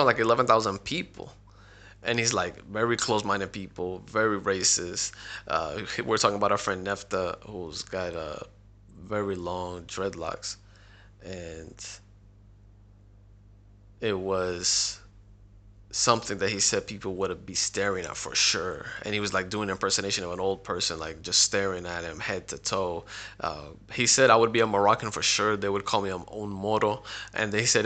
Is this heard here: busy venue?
no